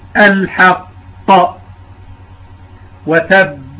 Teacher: مراتب القلقلة نذكر الآن القول الأول بأنها ثلاثة مراتب، أولا قلقلة كبرى، وذلك في الحرف المشدد الموقوف عليه. مثال على ذلك الحط وتب.